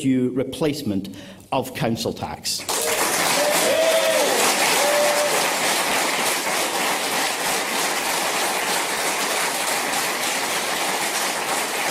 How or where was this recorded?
live audience